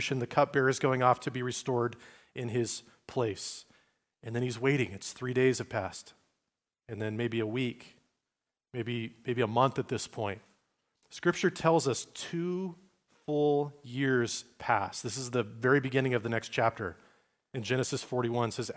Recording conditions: large echoing room